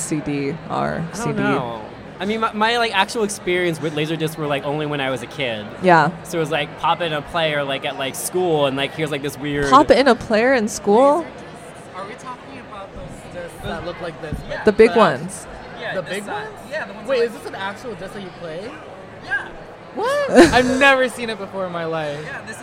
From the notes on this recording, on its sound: Live from INTERNET YAMI-ICHI: TRYTOBEGOOD (November 6, 2016)